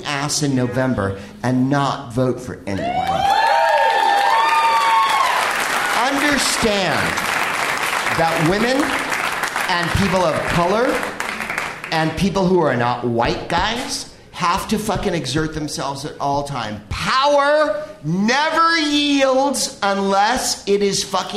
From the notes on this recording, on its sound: Live from the Bell House in Brooklyn